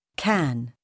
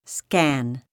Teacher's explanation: Unlike the English K sound, the Spanish sound is not aspirated, that is, no air is allowed to escape when it is pronounced. Compare the following pairs of English words in which the first K sound is aspirated and the second is not.